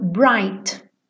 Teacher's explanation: Abriu o I, bright, já vai direto pro T